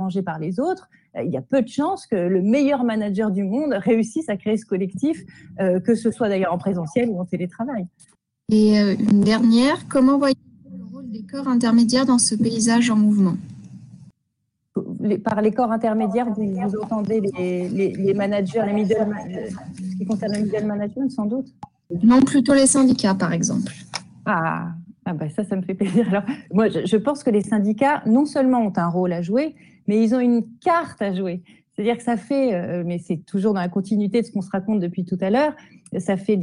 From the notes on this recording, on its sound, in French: lors d’une rencontre en visio